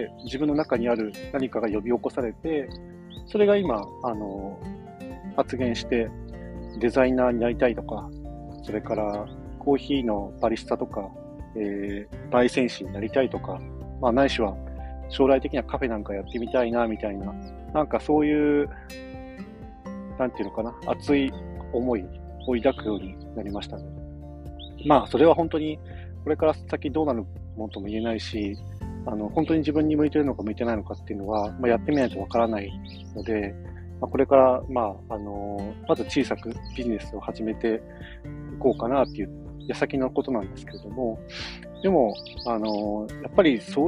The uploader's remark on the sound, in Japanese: 朝の日光と小鳥のさえずりを聴きながらのひとり語り。徹夜ではないけど夜中に仕事を一つ仕上げてからのあさんぽ中に録音。まだ肌寒くて鼻すすり音が凄いです笑。